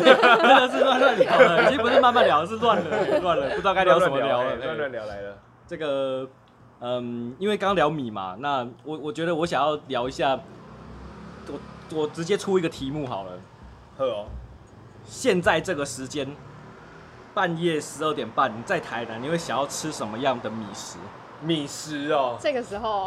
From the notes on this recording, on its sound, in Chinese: 錄音地點：牽咖啡 Chen Coffee